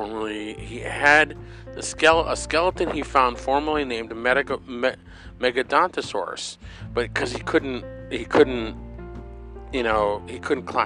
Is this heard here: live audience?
no